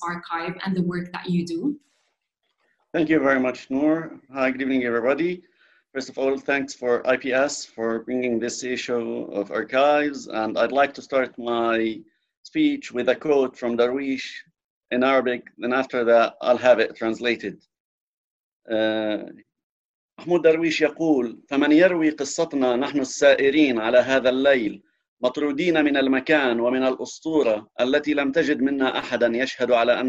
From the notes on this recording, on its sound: The Institute of Palestine Studies as part of their webinar series. We thank them for allowing us to use the audio of this webinar.